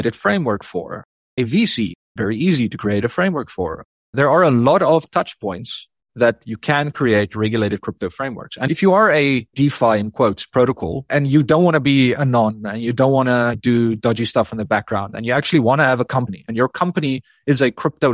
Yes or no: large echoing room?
no